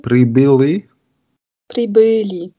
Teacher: Also dieses I wird im Rachen gebildet.